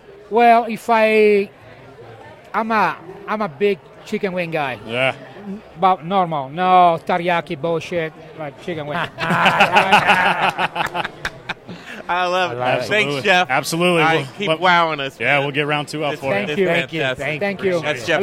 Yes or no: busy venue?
yes